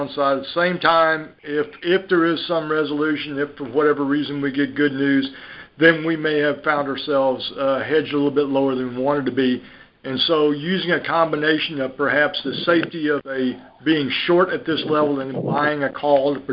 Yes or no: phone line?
yes